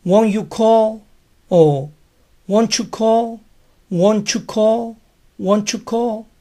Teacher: el you tiene el privilegio de hacer sonar la T final de won't.